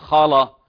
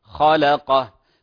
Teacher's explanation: خاء مفخمة واللام مرققة · Shown in: second take